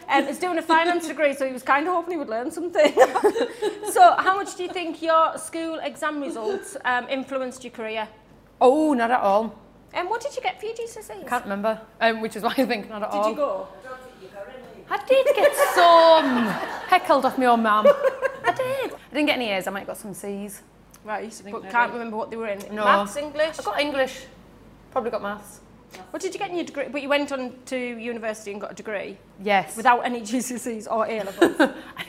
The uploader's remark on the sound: Join us for a very special 'back to school' episode jam packed with fun finance facts, lots of games and even a live audience!